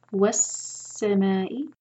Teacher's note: scene का मखरज जो है सीटी की आवाज आनी चाहिए जब सीन पढ़ते हैं